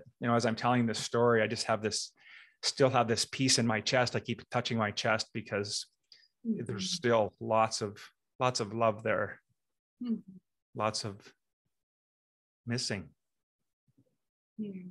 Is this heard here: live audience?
no